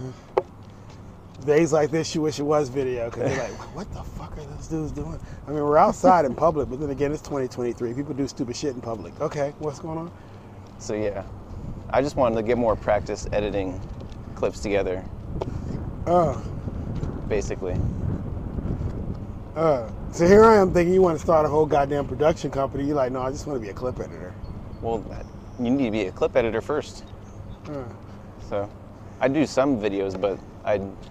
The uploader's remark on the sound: In this episode, I do a walk and talk